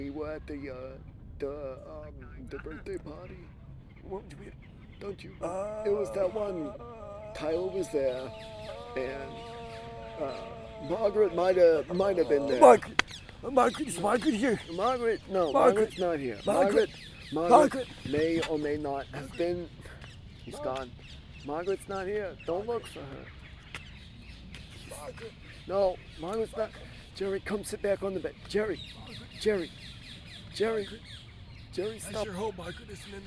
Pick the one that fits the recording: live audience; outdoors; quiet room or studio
outdoors